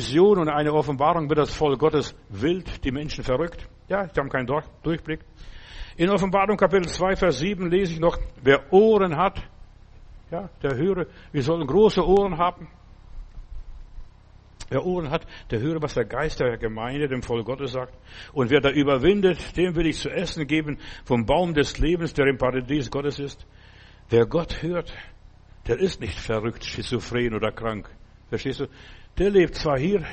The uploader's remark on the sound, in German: September 2023 im Gemeinde-Zentrum in Berlin aufgenommen.